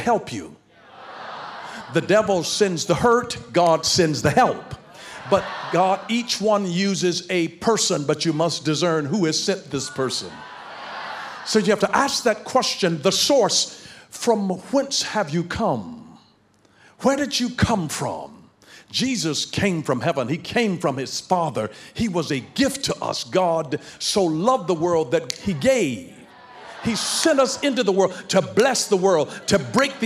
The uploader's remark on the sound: in Heart of God Church's youth service.